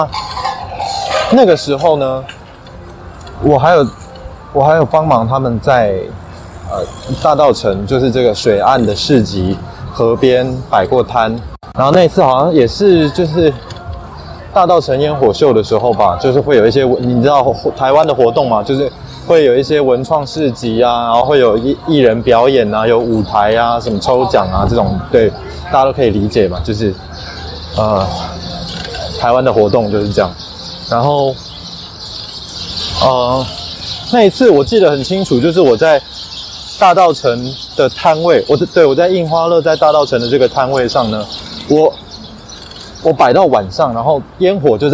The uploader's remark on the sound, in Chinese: 在臺北離首爾最近的地方。本集為戶外現場收音，環境雜音多，介意者勿聽。就把錄音場地拉到戶外。